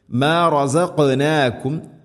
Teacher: തൊണ്ടയുടെ മുഗൾ ഭാഗവും കഴിഞ്ഞ് ചെറുനാക്കിൻ്റെ ആ ഒരു ഭാഗമാണ് ഖാഫ്